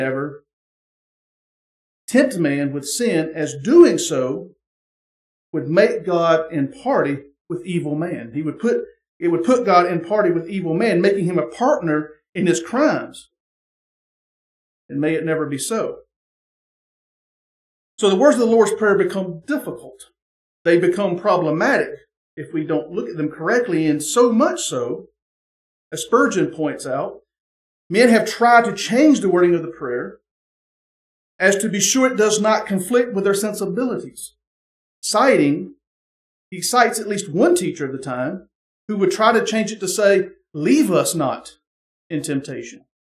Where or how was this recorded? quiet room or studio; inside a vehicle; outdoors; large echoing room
large echoing room